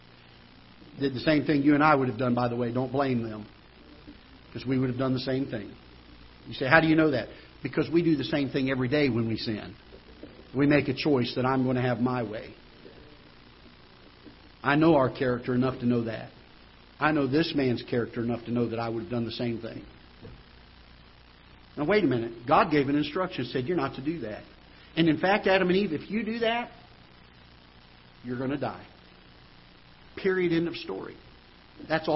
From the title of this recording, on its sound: Ketha Heights Baptist Church ~ Live Broadcast